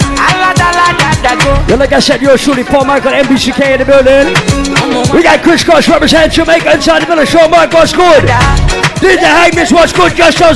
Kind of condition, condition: setting, busy venue